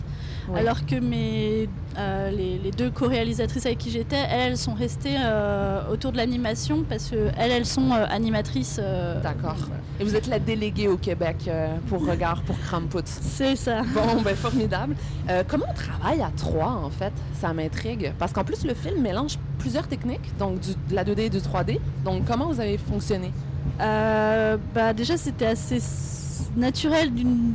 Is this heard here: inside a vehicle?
yes